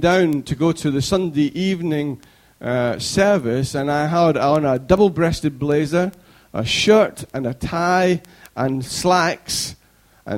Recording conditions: large echoing room